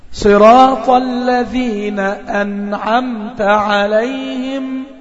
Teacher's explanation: هتلاقيني وقفت على النون سنة بسيطة ووقفت على الميم سنة بسيطة